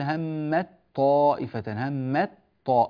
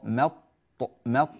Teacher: بعض الناس إذا قرأ يقول همت طائفة، همت طاء، يبدأ بتاء وينتهي بطاء، هذا غير صحيح. ننتقل من ميم إلى طاء مباشرة، والتاء لم يعد لها أثر ولا وجود البتة · Shown in: second take · اللهم إلا إذا وقفنا عليها نقول همت، مش نقول همط، همت. · Term: التاء تدغم في الطاء